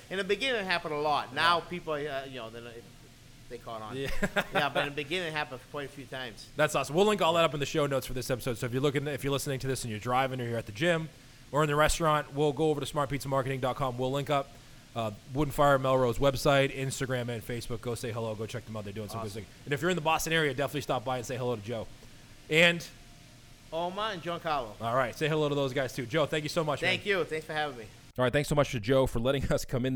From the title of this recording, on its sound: Live From Wood & Fire